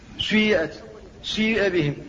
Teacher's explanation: والنوع الثاني من أنواع الإشمام هو الإشمام في الأول، في أول الكلمة، سيئت سيئ بهم، هو إشمام الكسرة بشيء من صوت الضمة